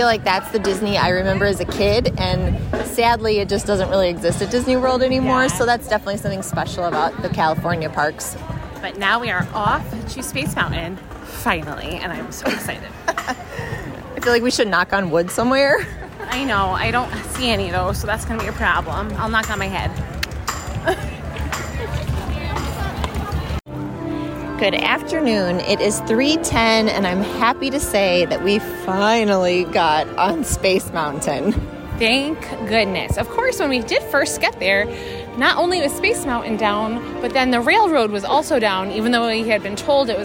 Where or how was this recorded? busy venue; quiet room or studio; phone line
busy venue